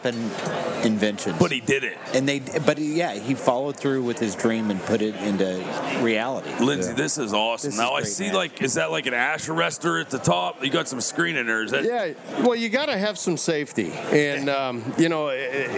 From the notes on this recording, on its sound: We are live from the Great American Outdoor Show 2018 in Harrisburg, Pa. Lets go down to the show floor.